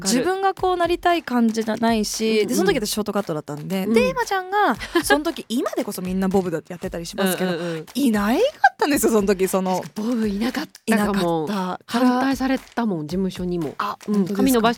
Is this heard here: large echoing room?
no